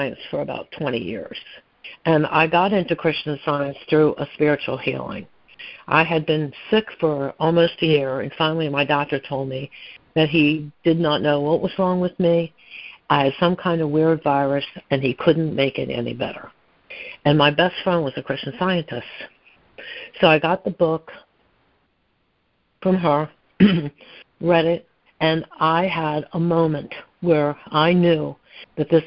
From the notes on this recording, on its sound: ACIM Daily Conference Call.